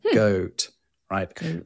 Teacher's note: the goat vowel, which is pronounced in received pronunciation with a sound at the start of it before the ooh sound at the end